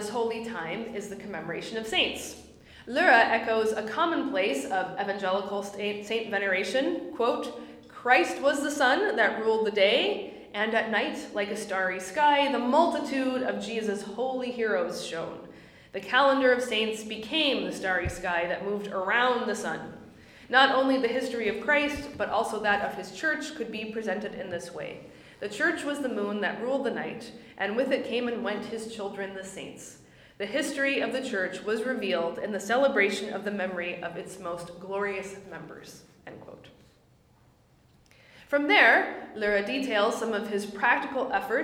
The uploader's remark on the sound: My lecture at the Parkville Plus seminar hosted by Australian Lutheran College in Adelaide, South Australia